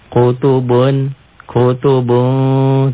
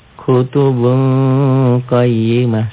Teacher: Bunyi n-nya jadi eng. · Term: Ikhfa